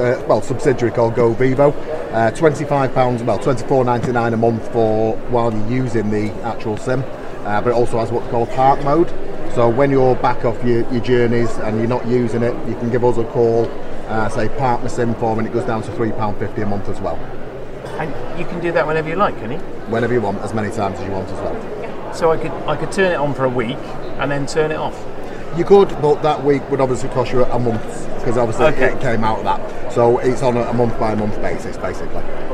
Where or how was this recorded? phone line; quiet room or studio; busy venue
busy venue